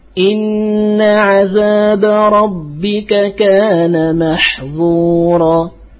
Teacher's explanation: لو قرأ إن عذاب ربك كان محظورا لم يخلص الانفتاح في الذال، فأتى بالظاء